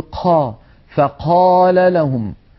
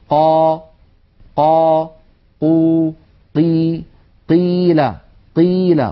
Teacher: لا نجعل هواء يتدفق مع صوت القاف · Shown in: second take · Term: مجهور